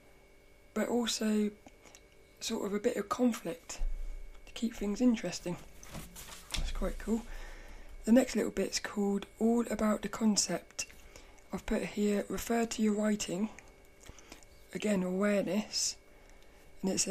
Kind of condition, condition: fault, sounds in the background